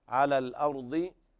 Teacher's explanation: والراء هنا مفخمة لأنها ساكنة قبلها مفتوح